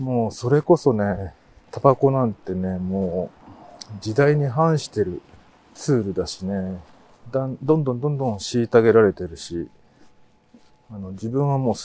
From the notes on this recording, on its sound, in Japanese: 冬のお散歩収録。ある日、晴れた日のお散歩収録です。